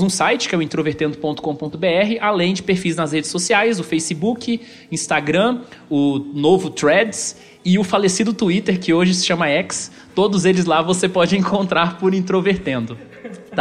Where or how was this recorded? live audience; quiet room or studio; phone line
live audience